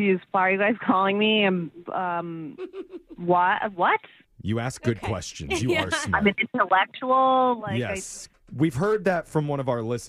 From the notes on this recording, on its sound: The guy on the phone today